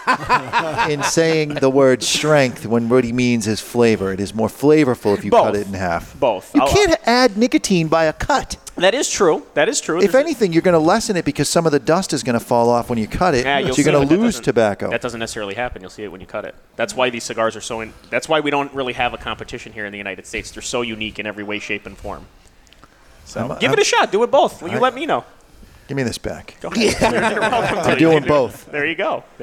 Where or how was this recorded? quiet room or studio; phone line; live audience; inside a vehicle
live audience